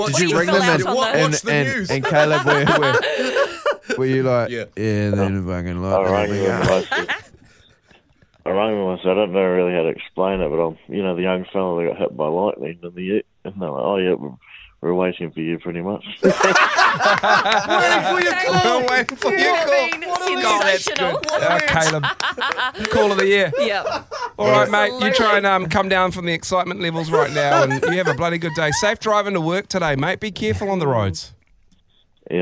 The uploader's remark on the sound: We are joined on the phone by a kiwi legend from the west coast.